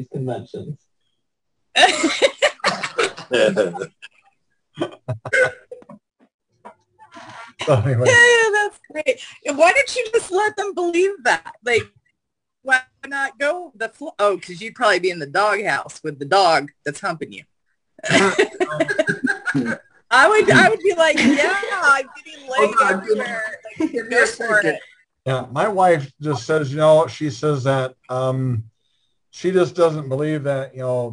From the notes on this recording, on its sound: joined us on our Zoom Show